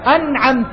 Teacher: لأنه ما في سبب للإدغام، نون وبعدها عين، النون من فين؟ من طرف اللسان، والعين من فين؟ من وسط الحلق، هذه المسافة الكبيرة ما في سبب للإدغام · Term: الإظهار